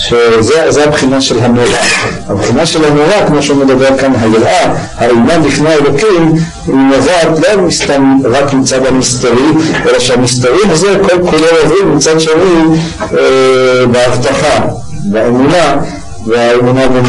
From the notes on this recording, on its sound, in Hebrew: הקלטה משובשת.